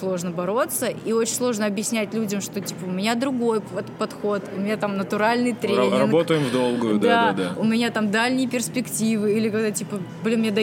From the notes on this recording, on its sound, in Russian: В этом мини-выпуске, который мы записали во время Siberian Showdown 2021